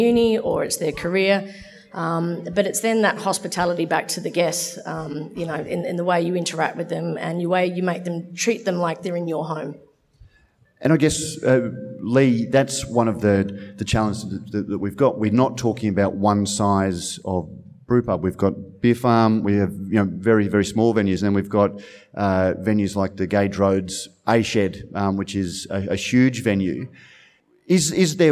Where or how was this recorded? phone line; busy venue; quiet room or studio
busy venue